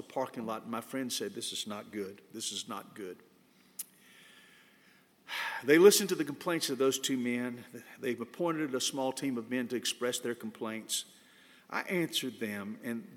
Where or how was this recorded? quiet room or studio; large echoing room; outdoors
large echoing room